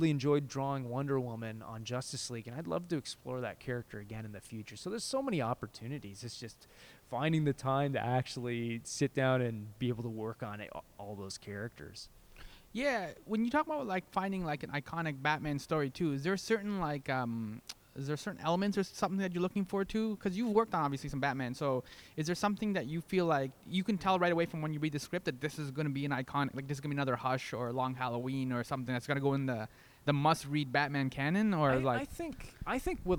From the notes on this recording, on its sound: Recorded: Friday September 1, 2017 6:00 pm (EST) in the CBC Building Lobby